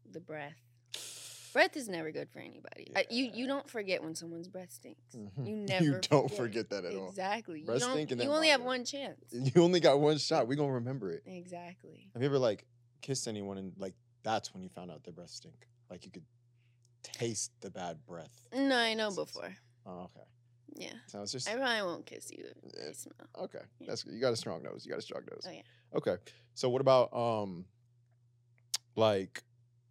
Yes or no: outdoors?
no